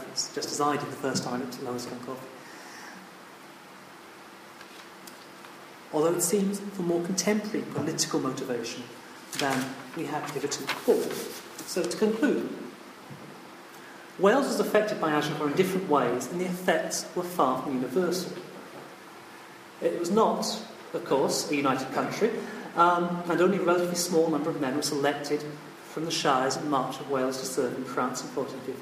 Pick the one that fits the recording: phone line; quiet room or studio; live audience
live audience